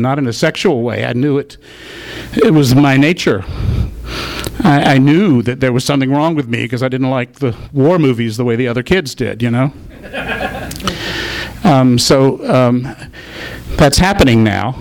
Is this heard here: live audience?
yes